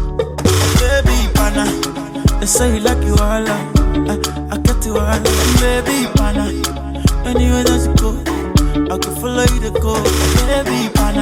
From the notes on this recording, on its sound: Raw Live DJ Set. During Masquerade Ball Party - Part 1 in Eclipse - Cork City - Ireland.